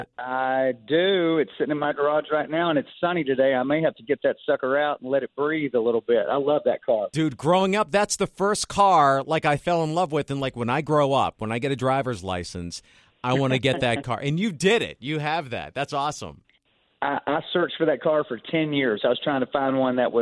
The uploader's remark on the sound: called in to talk